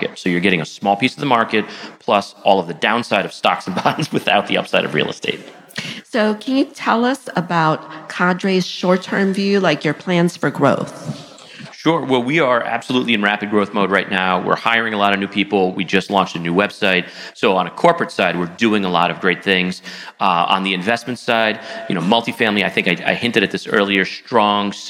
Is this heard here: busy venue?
yes